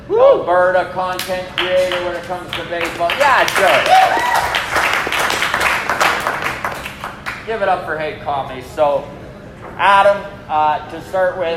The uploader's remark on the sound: Recorded LIVE in Edmonton!! At Long Roof Brewing!